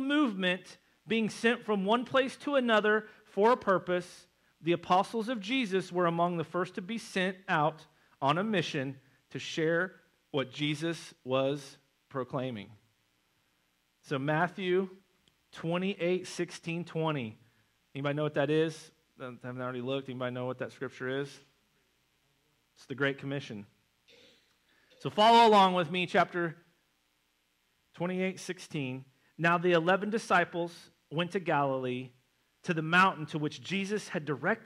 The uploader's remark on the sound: November 5th Missions Conference Sermon. At North Side Assembly of God in Springfield MO.